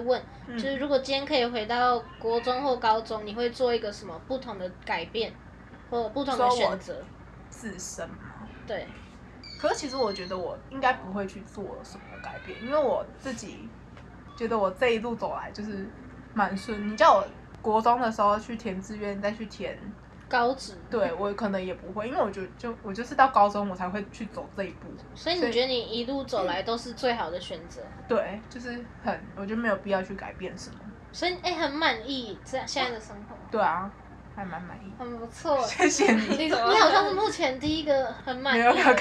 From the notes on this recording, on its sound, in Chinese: 錄音當天樓下就有兩隻小朋友所以背景會有一些小孩的聲音。